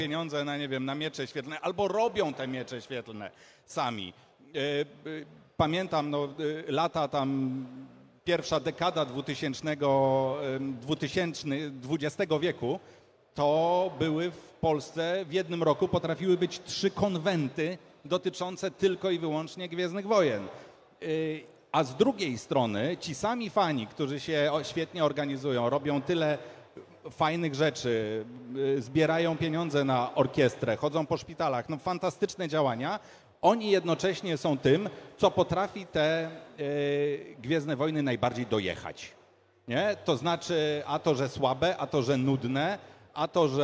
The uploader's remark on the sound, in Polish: Podczas minionego weekendu odbyło się PGA czyli Poznań Game Arena. W sobotę na scenie głównej odbył się panel dyskusyjny.